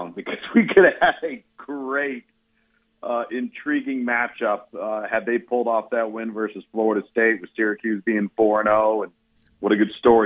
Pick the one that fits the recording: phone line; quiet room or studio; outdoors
phone line